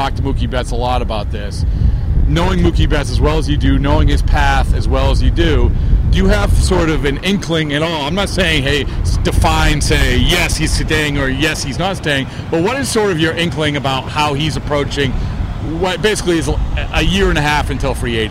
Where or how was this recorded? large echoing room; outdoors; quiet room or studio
outdoors